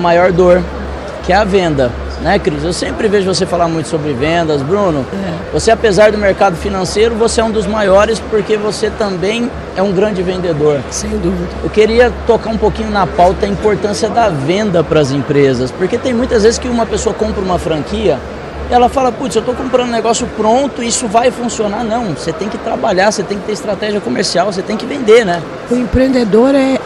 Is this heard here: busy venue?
yes